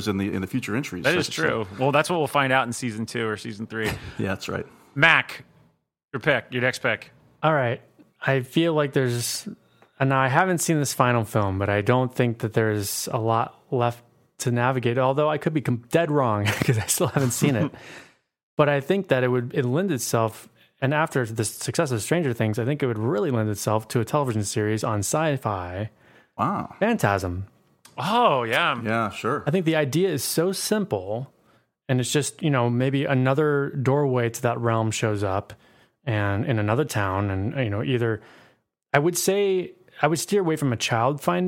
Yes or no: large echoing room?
no